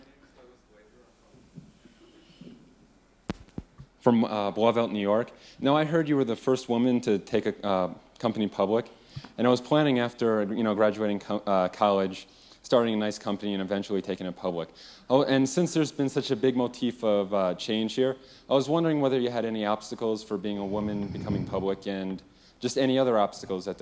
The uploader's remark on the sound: recorded during the Academy of Achievement's 1996 Summit in Sun Valley, Idaho